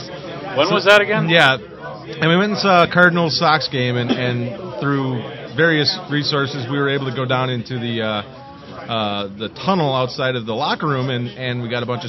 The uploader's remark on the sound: as we record from the first ever Chicago Mini-Con